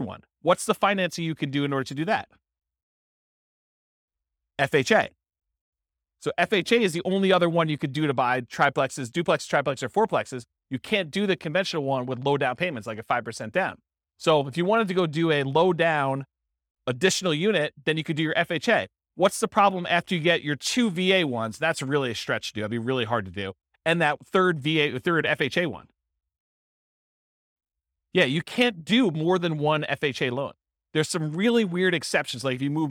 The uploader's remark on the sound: This was a live class recorded